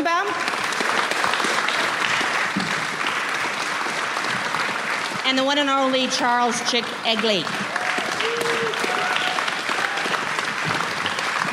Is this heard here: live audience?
yes